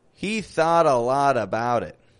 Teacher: Three flap T's. Linking all those words together.